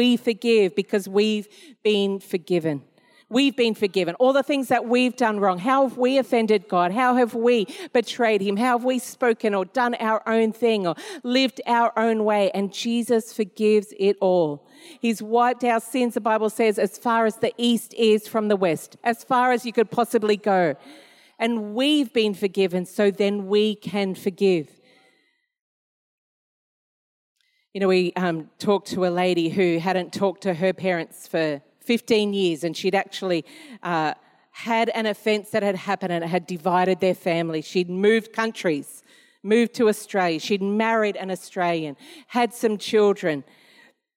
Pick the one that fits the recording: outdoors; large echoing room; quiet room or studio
large echoing room